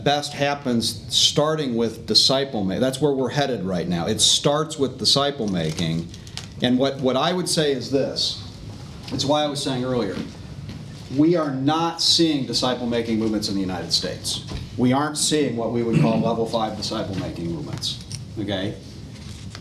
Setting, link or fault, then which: setting, live audience